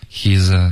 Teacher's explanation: he's the z 的音在震动的稍微饱满一点